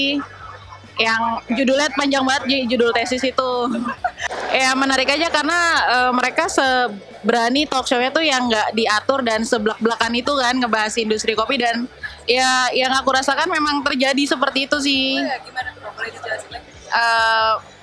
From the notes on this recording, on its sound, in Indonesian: Live report Indonesia Coffee People 2020, 13-15 Februari 2020, Hallf Patiunus, Jakarta.